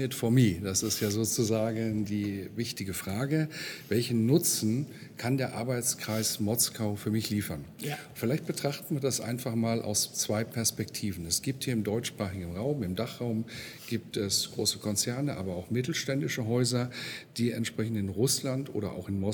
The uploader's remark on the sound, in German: Im Interview auf dem CC 2018. Congress der Controller in München. Der Performance Manager Podcast war live vor Ort und hat auf der größten Controller-Fachtagung in Europa mit den Who‘s Who im Controlling geredet.